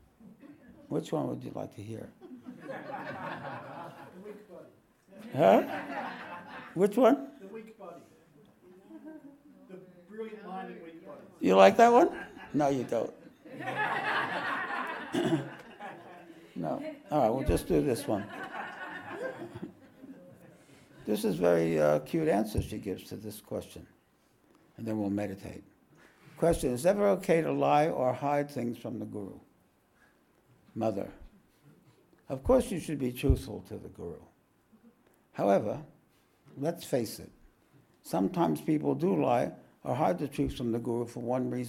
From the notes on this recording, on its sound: This podcast was recorded live at The Ashram in Mount Eliza on the 27th of May, 2023.